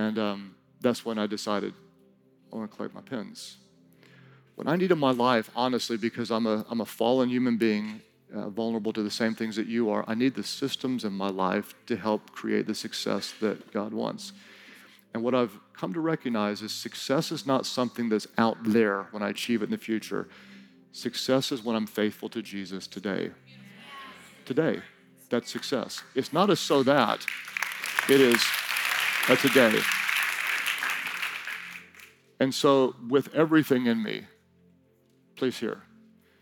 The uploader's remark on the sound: During Session 2 of Team Conference 2019